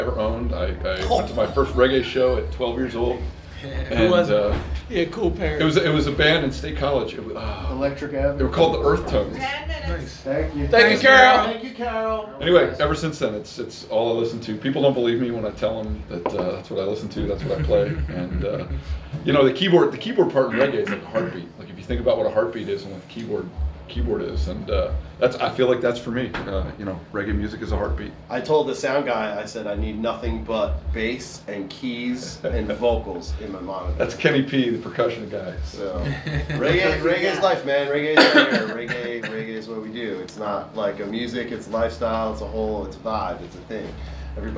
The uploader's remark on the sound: pre-show interview at The Newtown Theatre